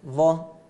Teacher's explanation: الظاء تخرج من طرف اللسان مع أطراف الثنايا، فرق بينهم فقط الثنايا، أطراف الثنايا العليا، طبعا الظاء يستعلي معها أقصى اللسان.